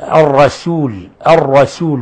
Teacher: لفظ الرسول تفخيم الراء، خذ بالك من ترقيق السين، الرسول الرسول وليس الرسول، حتى أنه تفخم السين.